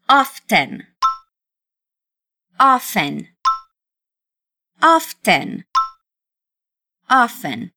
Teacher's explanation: Often é outra palavra que a gente pode falar dando ênfase no T ou não.